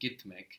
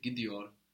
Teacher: The T gets softened by the vowel we saw. So we had gitmek, but then when we say gidiyor, it becomes a D.